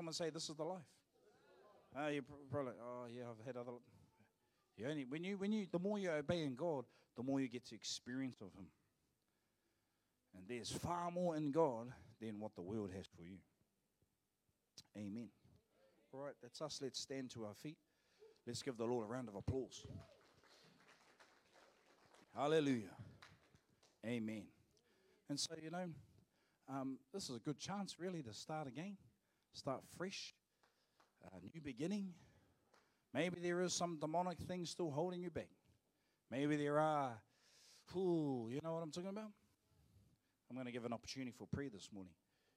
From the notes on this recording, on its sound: Live From IwiTapu Destiny Church Hawkes Bay